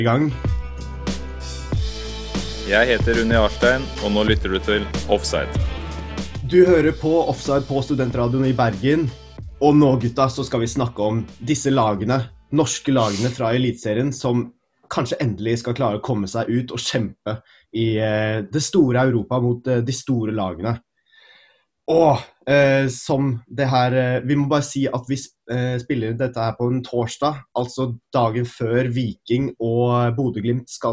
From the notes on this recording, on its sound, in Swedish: På zoom